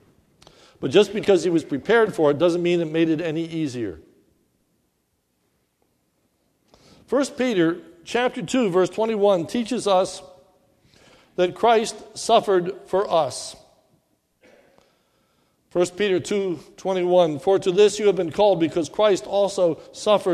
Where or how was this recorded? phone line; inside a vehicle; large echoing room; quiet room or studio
large echoing room